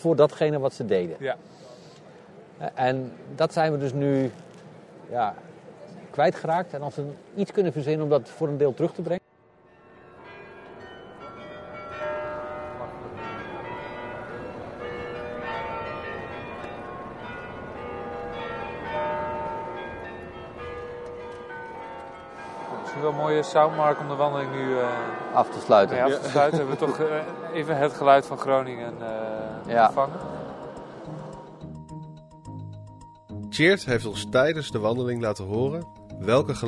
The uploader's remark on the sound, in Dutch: Neemt ons mee in een soundwalk door de binnenstad van Groningen.